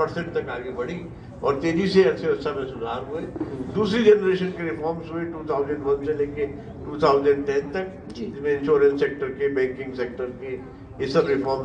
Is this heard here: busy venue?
yes